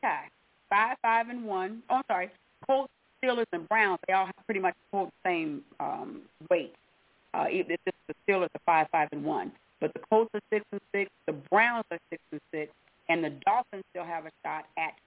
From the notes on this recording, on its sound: your phone calls